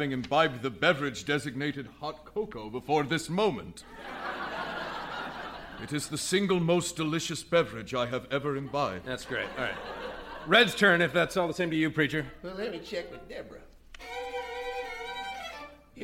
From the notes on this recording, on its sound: Recorded Live 9/10/2010 at Largo, Los Angeles.